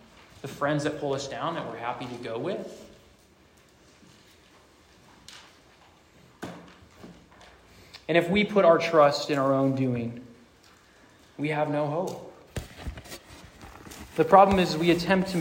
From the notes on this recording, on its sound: Rooted Retreat 2023. This sermon was preached to a Junior + Senior High audience.